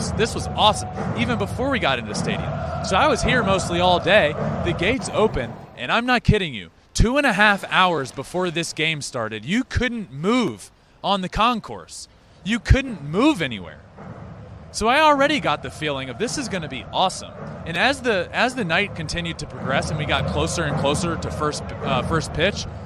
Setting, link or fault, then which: setting, busy venue